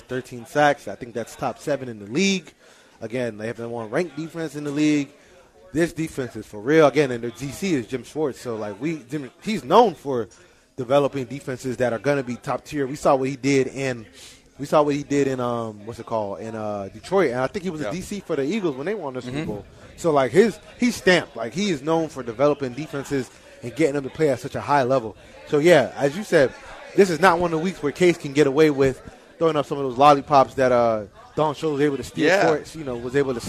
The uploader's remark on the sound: LIVE from Nick's Place for the 97.5 Christmas Party!